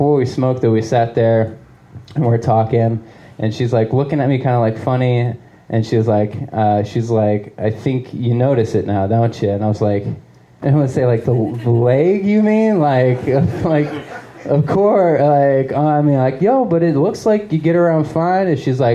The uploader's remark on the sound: Live at Genuine Joe's